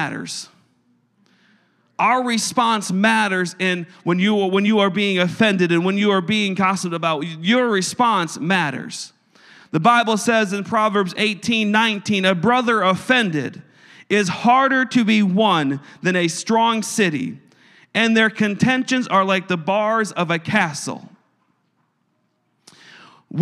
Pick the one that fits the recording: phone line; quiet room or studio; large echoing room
large echoing room